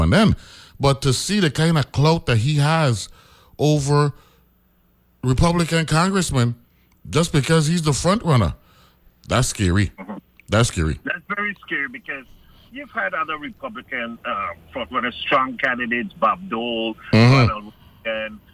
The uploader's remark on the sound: Joined on the phone.